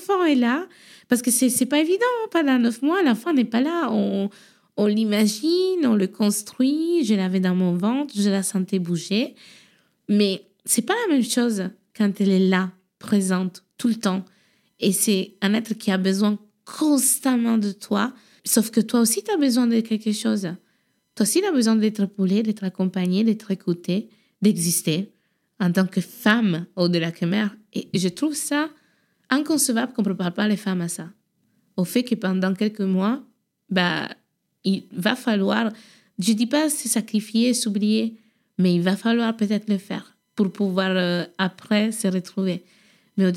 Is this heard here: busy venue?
no